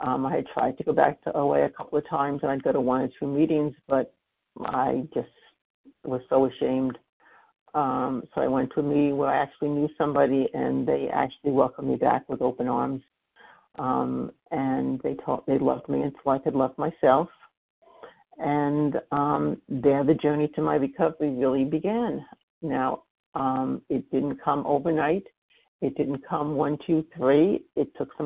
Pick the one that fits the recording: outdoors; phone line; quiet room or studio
phone line